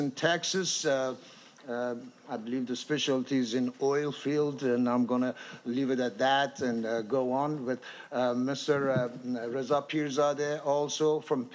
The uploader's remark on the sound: Iran Democratic Transition Conference: Panel introducing the National Council of Iran.